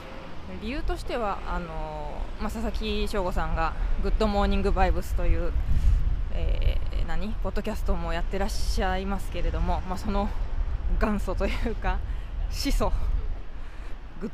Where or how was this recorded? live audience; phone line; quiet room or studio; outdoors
outdoors